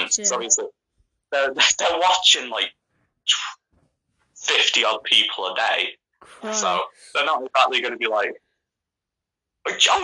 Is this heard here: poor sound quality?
yes